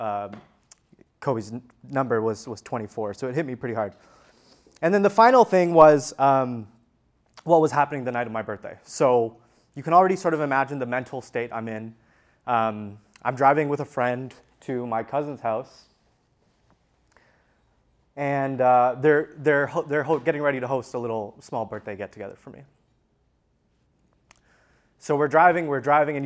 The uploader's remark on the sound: This episode is a recording of a workshop that I delivered at the Untap Your Sales Potential Mastermind. There are a few cuts throughout the episode in order to remove some of the long gaps during the activity portions.